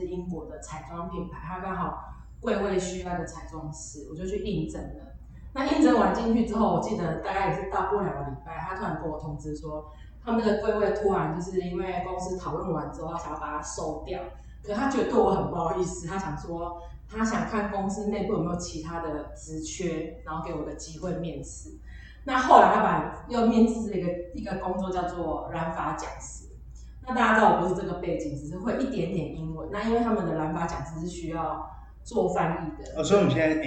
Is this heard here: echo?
yes